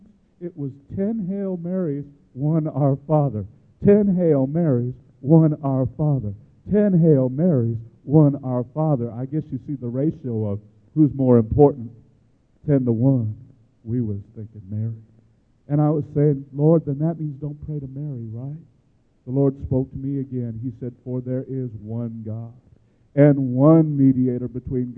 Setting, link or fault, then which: setting, large echoing room